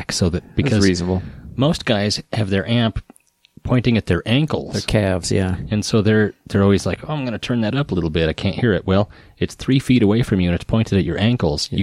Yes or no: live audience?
no